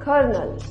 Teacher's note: When there is some R, that is American. When there is no R, that's British